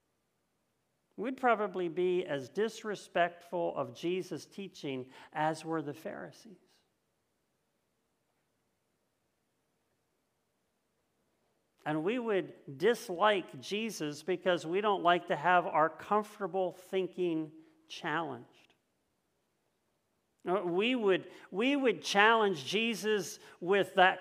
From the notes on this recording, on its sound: This message was first preached on January 2nd 2022 at Linglestown Life Church in Harrisburg PA.